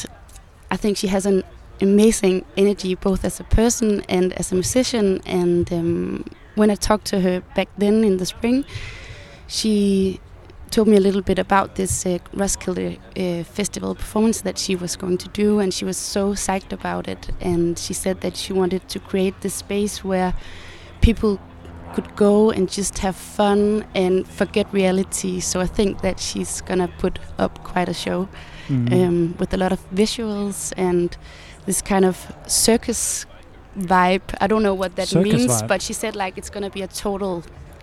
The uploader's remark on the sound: Roskilde is happening, we are here, and we are more than excited to broadcast our first The Lake Daily program live from the backstage village.